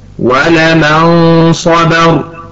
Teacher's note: يعني أن النون الساكنة أو التنوين إذا جاء بعد أحدهما حرف من حروف الإخفاء فإنما منطقه نطقا بين الإظهار والإدغام، مثل ولمن صبر منطقها هكذا ولمن صبر، فالنون الساكنة لم ننطقها ظاهرة وواضحة ولم ندغمها أيضا فاختفت النون، ولكن سمعنا جزءا منها في النطق وظهر أيضا جزء من الغنة